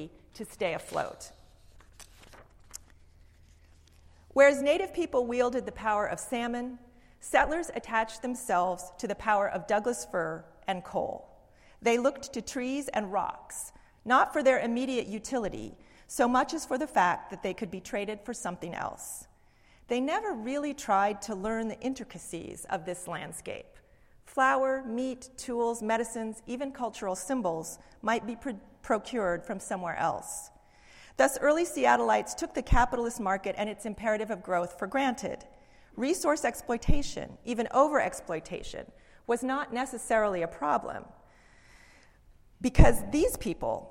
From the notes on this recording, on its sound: Speaks at University of Washington’s Kane Hall on January 27,2016 as part of the history lecture series “Excavating Seattle’s histories: Peoples, politics, and place.”